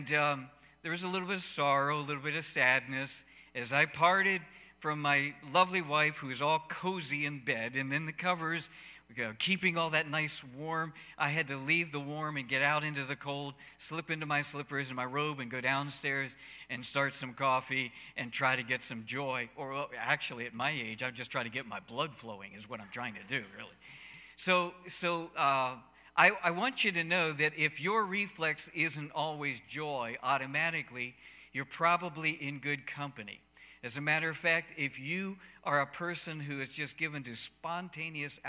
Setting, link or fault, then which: setting, large echoing room